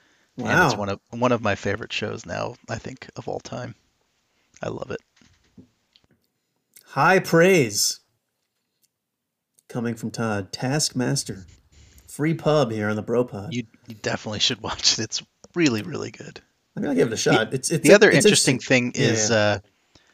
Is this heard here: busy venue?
no